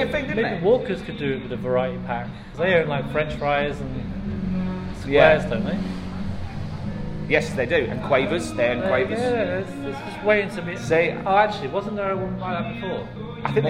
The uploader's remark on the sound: It's a live recording down 'The Whistle & Flute' in Nottingham